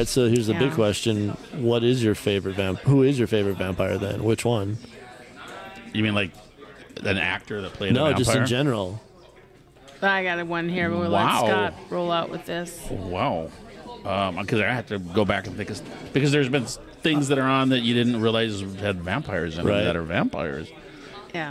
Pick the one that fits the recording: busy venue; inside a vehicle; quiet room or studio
busy venue